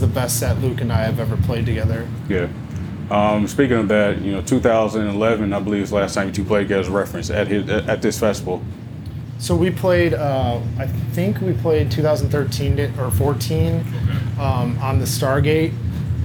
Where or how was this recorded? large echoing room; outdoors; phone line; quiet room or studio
outdoors